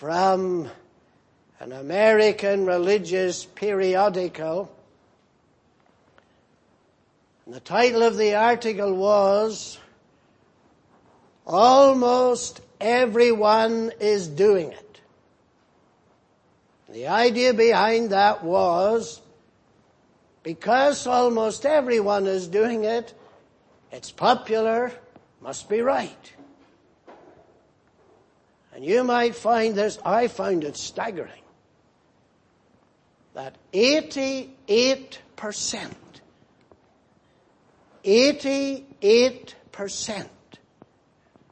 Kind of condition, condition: setting, large echoing room